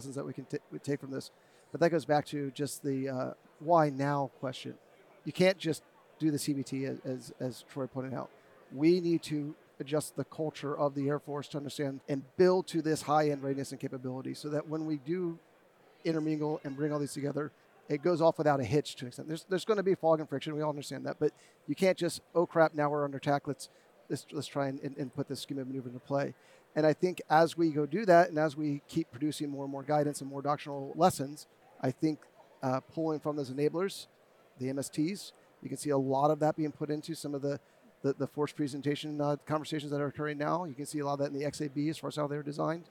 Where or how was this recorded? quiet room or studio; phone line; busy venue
busy venue